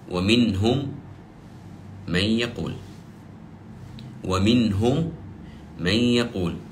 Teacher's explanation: الحكم الأول وهو الإدغام. إذا جاءتني ميم ساكنة وبعدها حرف الميم فإنني أدغم الميمين فتكون ميما واحدة